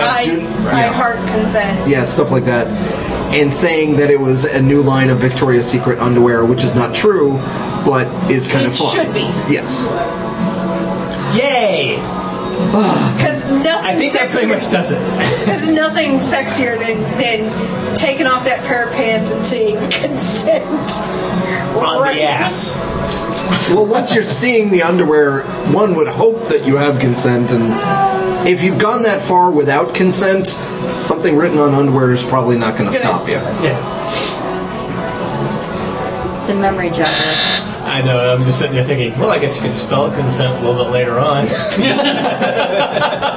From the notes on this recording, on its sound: Live and uncut from The Lion and Rose. No internet access WTF Lion and Rose. Oh my is it loud in there. Dogs got nothing on pubs, man.